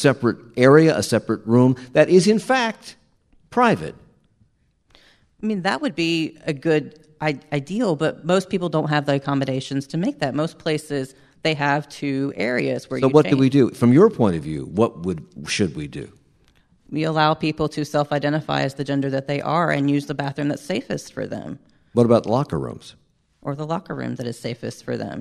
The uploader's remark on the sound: We discuss this and more during a WFAE Public Conversation. This public forum was recorded in front of a live audience at McGlohon Theater.